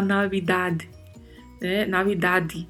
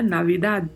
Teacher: o D ele meio que se perde na pronúncia · Shown in: second take